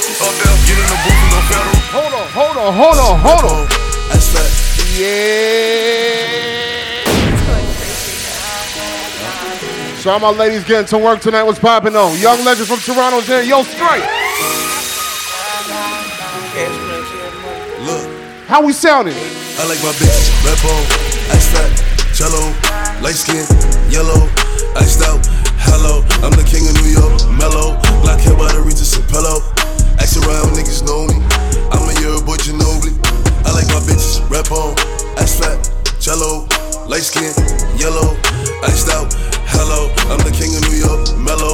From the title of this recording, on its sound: ATLANTIS - QUEENS NYC - LIVE AUDIO